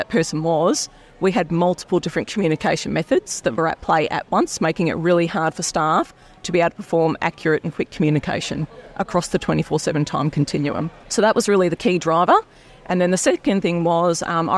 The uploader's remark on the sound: recorded at Healthcare Week in Hamilton New Zealand